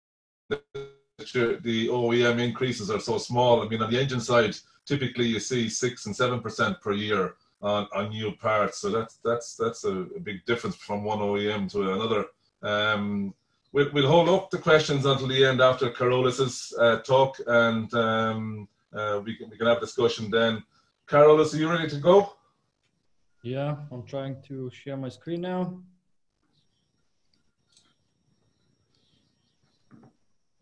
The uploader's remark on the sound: APTN Zoom Call #8